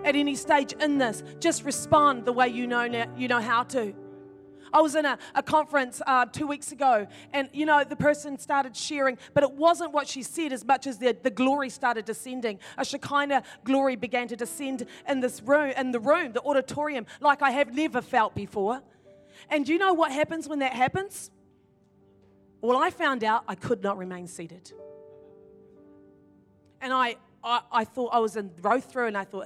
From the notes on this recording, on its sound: In this message from Activate Conference 2021.